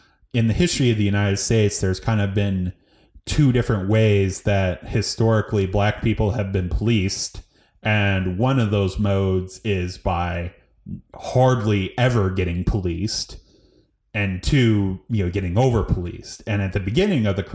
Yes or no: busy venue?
no